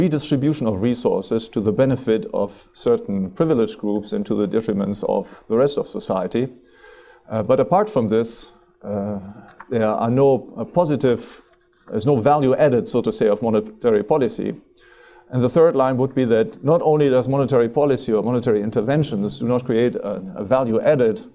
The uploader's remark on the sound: Recorded at the annual Austrian Scholars Conference, Ludwig von Mises Institute, 12 March 2009.